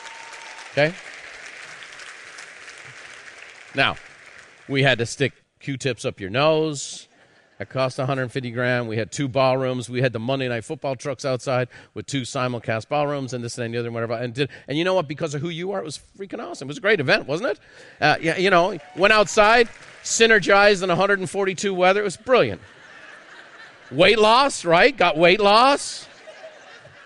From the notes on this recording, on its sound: A live recording from Peak Experience.